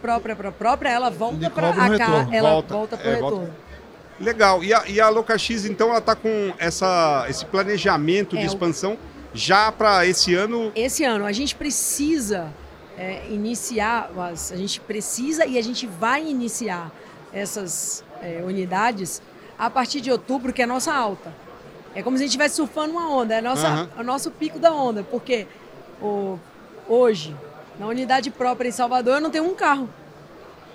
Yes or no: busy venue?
yes